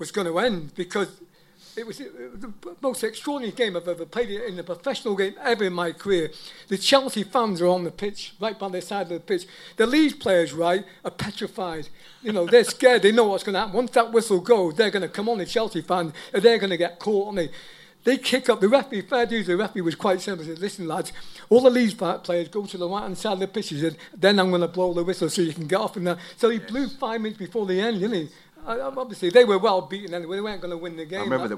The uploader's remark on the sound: Live at the Troubadour. The boys hold a live Q&A with one of Chelsea supporters favourite players from the 1983/84 season.